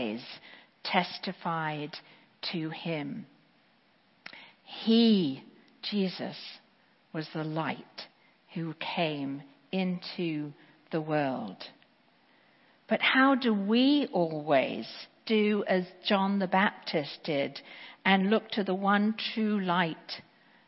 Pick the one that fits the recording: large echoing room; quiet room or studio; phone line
large echoing room